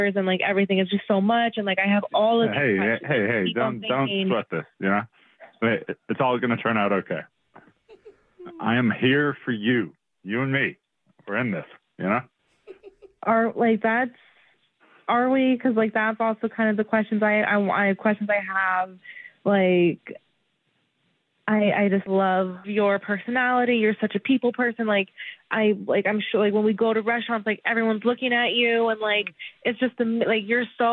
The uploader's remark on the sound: Awkward Tuesday Phone Call